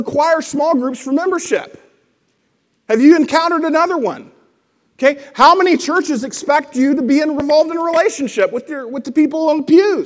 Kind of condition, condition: setting, large echoing room